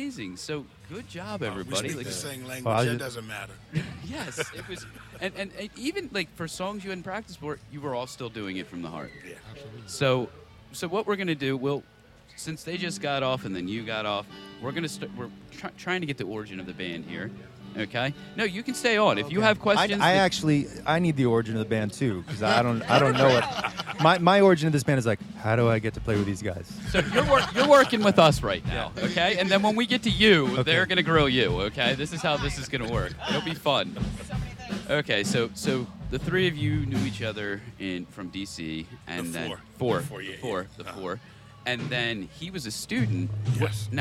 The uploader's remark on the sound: Live At Nextival Interview